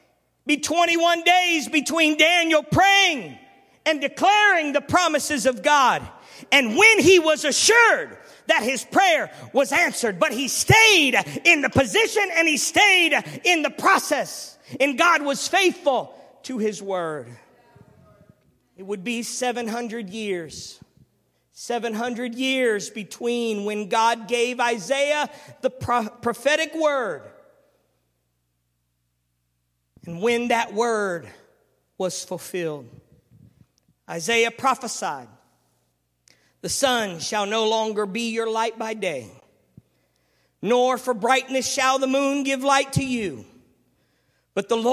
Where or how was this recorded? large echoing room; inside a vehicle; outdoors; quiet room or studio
large echoing room